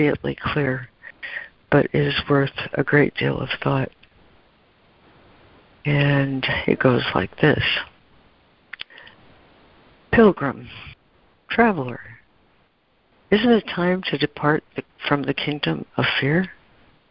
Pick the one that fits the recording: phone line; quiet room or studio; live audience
phone line